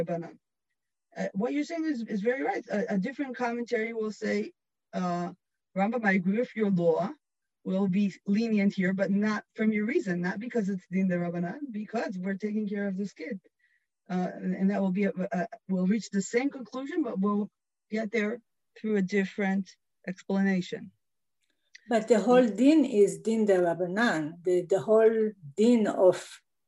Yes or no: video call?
yes